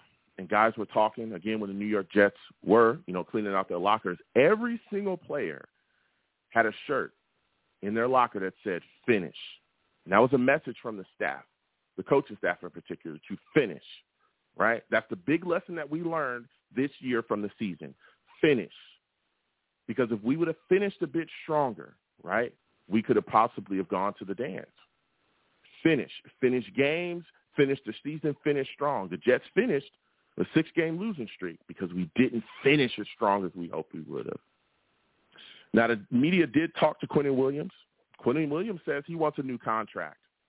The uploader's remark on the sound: I take live callers!